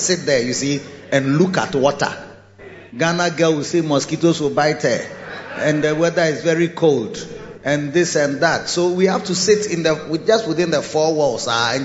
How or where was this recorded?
large echoing room